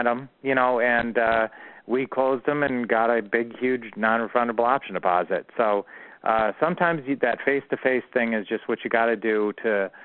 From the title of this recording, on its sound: Q&A Call 2016-05-09